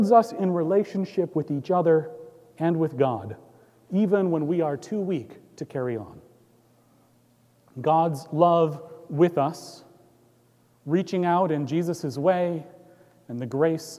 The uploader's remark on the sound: Recorded live on September 9, 2018 at Trinity Presbyterian Church in Bixby, Okla.